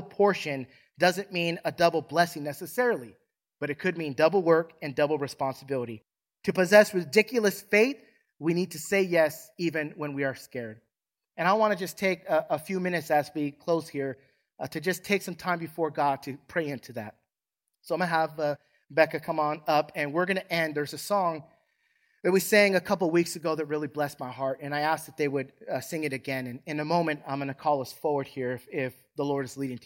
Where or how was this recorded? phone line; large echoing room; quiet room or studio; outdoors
large echoing room